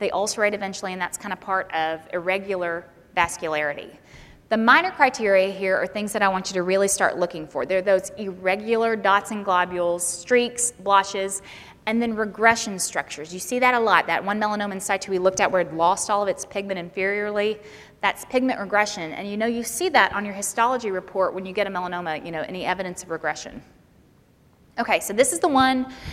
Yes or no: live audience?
yes